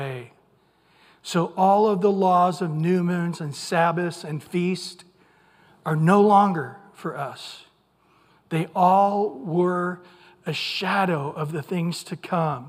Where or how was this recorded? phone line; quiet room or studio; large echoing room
large echoing room